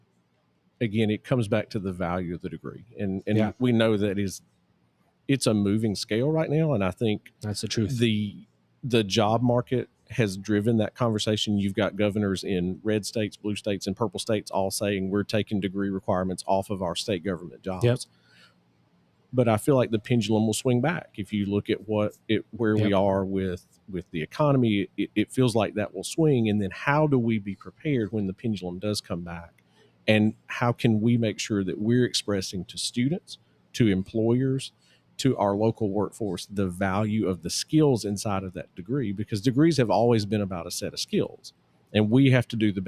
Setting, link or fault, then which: setting, busy venue